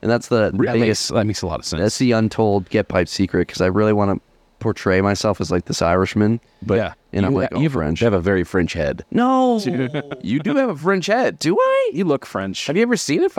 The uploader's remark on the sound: We recorded live at the Columbus Pipe Show 2023. Unfortunately, our travel recorder died while recording and the episode is cut short. In spite of a few audio gremlins, we had a stellar time.